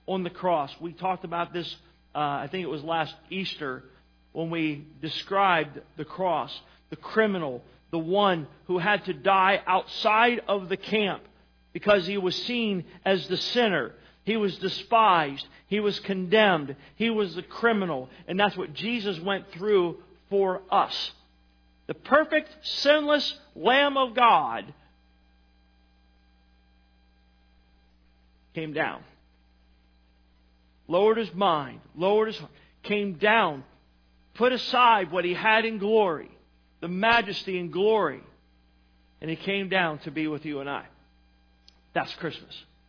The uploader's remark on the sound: Sermon was recorded December 09, 2018 at Northside Baptist Church of Elkhart, Indiana